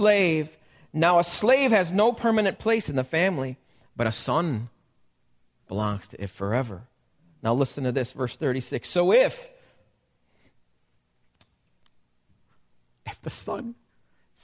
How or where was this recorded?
large echoing room